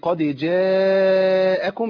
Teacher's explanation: ده مد متصل لاتصال الهمزة وحرف المد في كلمة واحدة